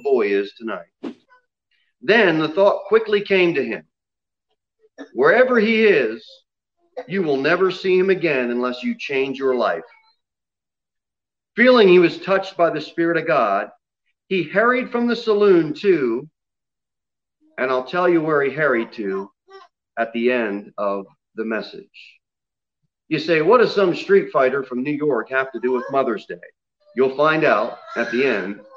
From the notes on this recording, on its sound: Sermon delivered at Pilgrim Baptist Church on Sunday, May 9, 2021, at 11:15 am.